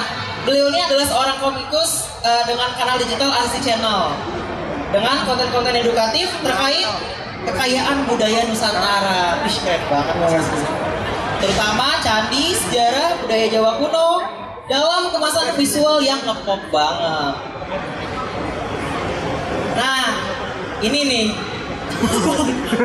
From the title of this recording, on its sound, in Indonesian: Periplus Talkshow Indonesia Comic Con Pop Asia